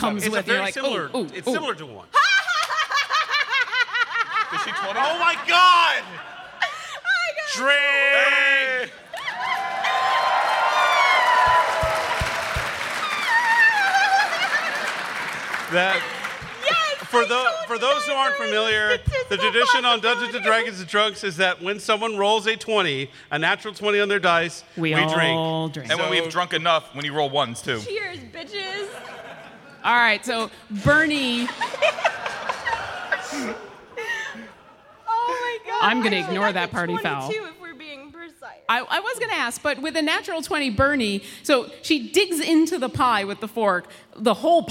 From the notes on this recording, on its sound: RTX 2017 Live Game. The audio from our 2017 RTX live D&D panel!